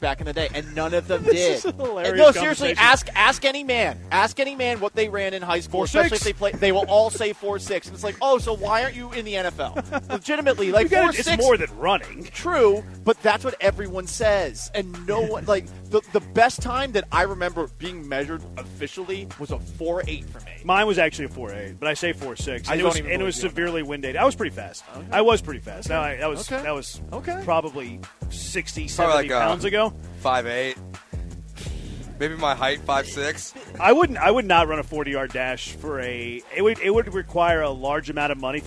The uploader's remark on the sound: LIVE from Circa Resort & Casino in Las Vegas!